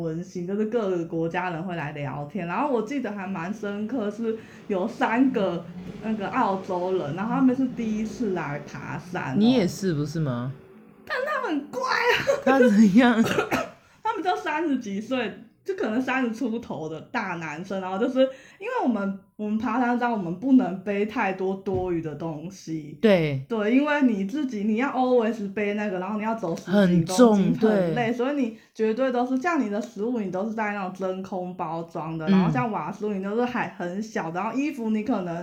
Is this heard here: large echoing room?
no